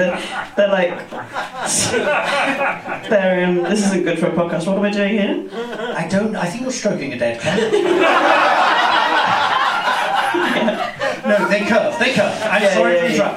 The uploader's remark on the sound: Live recording at the Museum of Comedy!